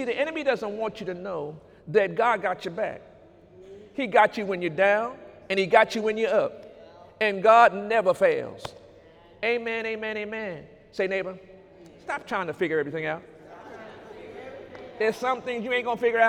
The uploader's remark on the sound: During Sunday morning service on November 4, 2018